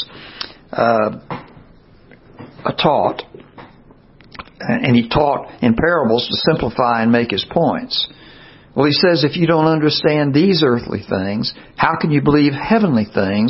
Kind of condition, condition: setting, large echoing room